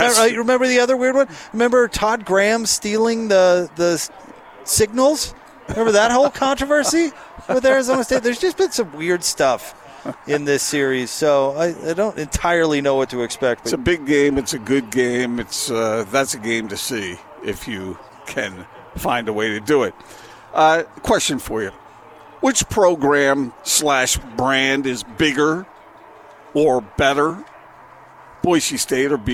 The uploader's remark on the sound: LIVE at Supply Link in Bountiful